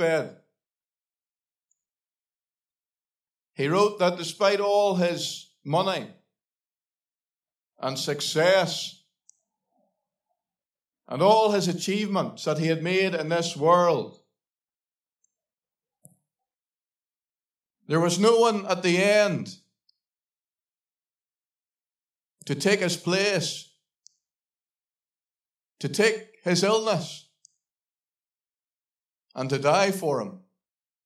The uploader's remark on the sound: Gospel Audio Recording from Ballyclare Gospel Hall